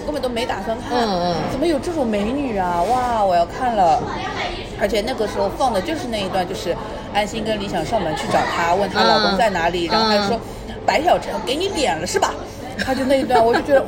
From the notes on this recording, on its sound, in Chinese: 本次录制花费：Green & Safe 人均100多吧。